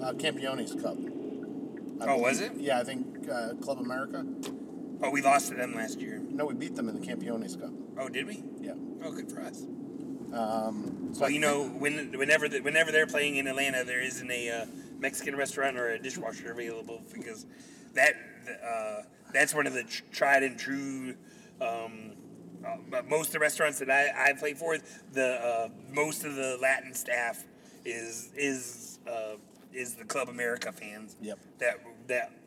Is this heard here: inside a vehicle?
yes